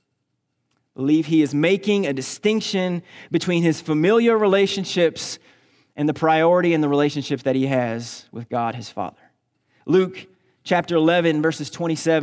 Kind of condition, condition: setting, large echoing room